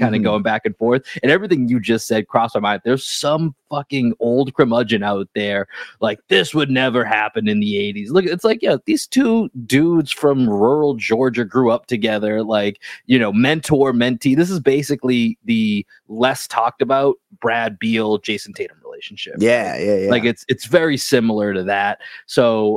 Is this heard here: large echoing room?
no